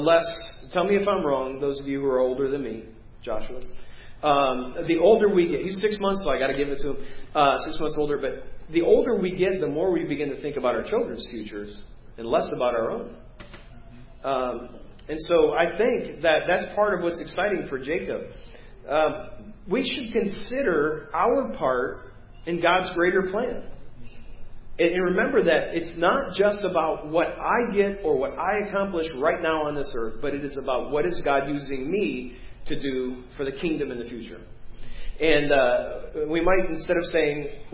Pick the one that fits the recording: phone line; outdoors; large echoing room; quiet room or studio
large echoing room